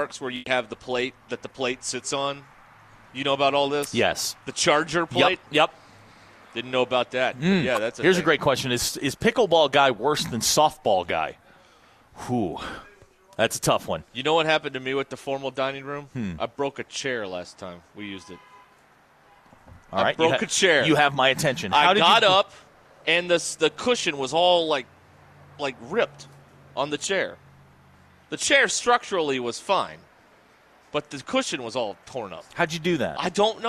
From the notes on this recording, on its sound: The guys are live at Gellco Outdoors in Fort Smith